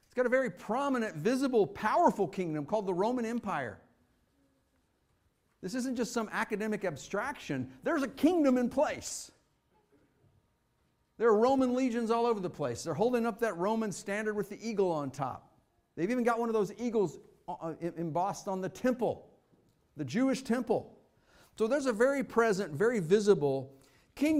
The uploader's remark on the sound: Fuquay-Varina church of Christ sermon audio from Sunday, December 31, 2023.